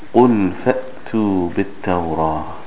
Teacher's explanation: In places of lam in a verb, it is pronounced clearly when followed by the fa.